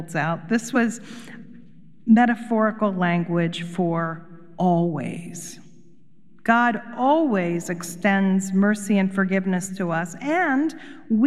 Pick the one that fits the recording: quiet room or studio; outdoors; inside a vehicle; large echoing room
large echoing room